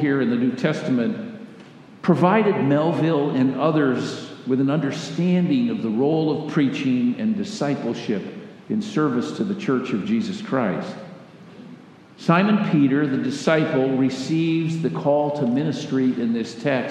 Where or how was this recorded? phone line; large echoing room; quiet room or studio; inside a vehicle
large echoing room